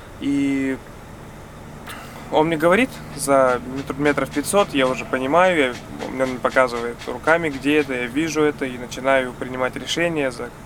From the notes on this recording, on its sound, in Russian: Выпуск записан во время дня отдыха в Марокко на бивуаке около города Дахла.